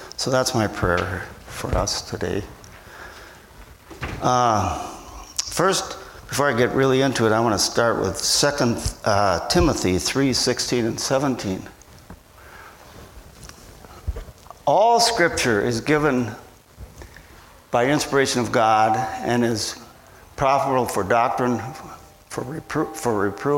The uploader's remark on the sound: at Bible Center Church in Maiden Rock, Wisconsin.